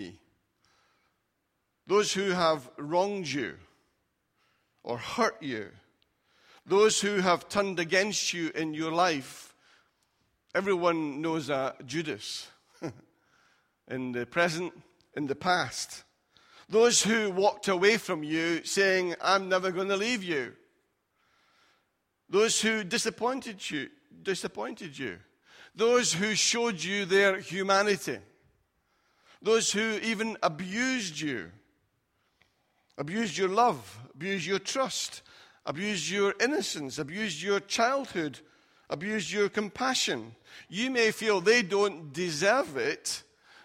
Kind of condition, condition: setting, large echoing room